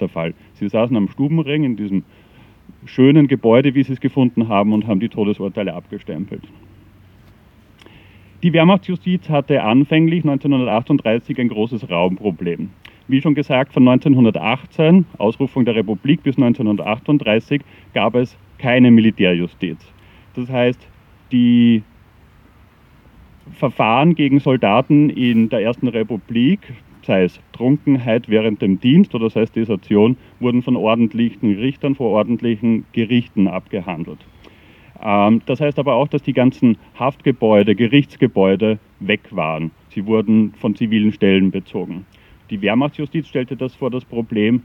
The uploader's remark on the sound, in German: Gedenkveranstaltung für die Opfer der NS-Militärjustiz am 26. Oktober 2022 im Donaupark in Wien-Kagran